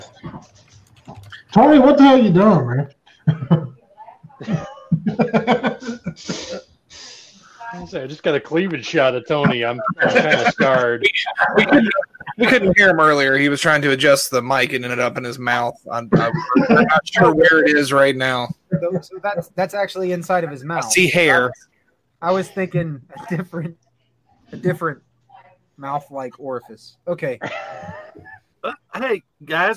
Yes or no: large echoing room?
no